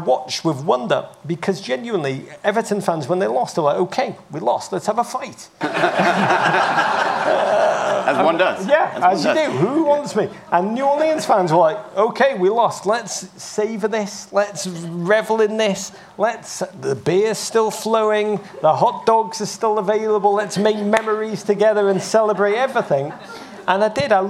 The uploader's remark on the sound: Live From Travel Week. In this Travel Week chat.